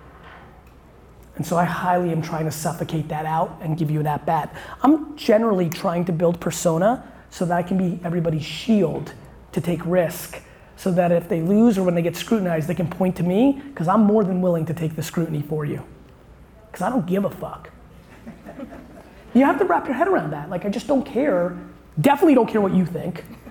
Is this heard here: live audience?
yes